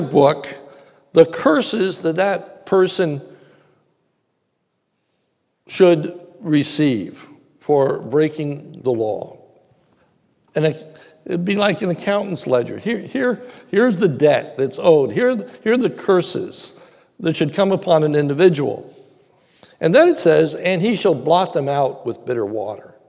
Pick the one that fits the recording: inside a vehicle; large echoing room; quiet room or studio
large echoing room